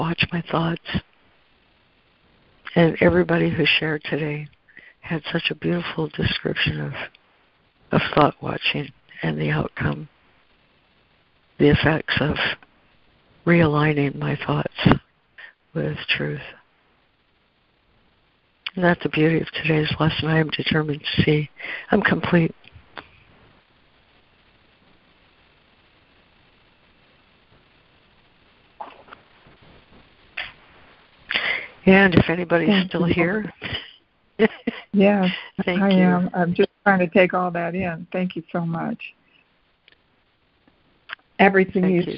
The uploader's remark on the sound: ACIM Daily Conference Call